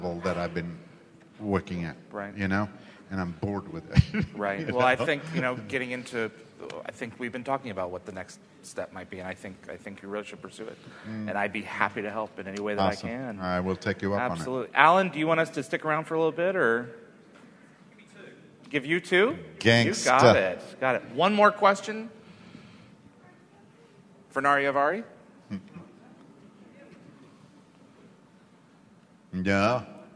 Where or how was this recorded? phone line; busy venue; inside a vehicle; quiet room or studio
busy venue